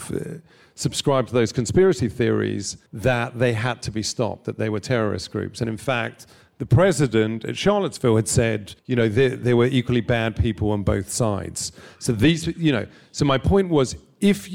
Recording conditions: live audience